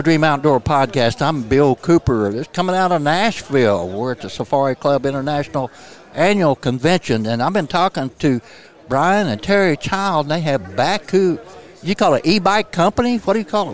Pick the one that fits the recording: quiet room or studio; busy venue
busy venue